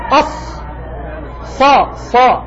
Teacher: تسمع جريان نفس الذي هو همس، وتسمع جريان صوت الذي هو رخاوة، وتسمع تفخيما الذي هو استعلاء، تسمع صوت مبالغة في التفخيم أصا هذا إطباق، وتسمع أيضا صفيرا الذي هو الصفير. · Term: صوت حرف الصاد